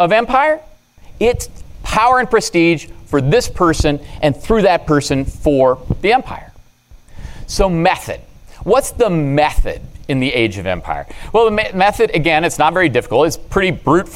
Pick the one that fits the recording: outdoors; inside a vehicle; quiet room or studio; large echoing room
large echoing room